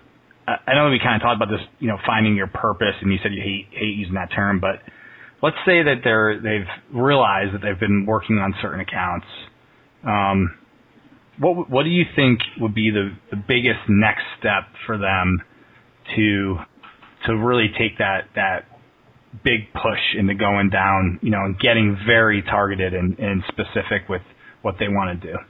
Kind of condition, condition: link, phone line